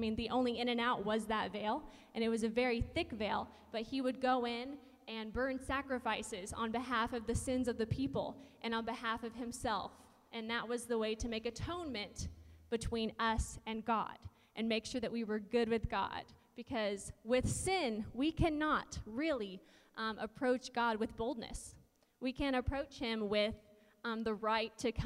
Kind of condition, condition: setting, large echoing room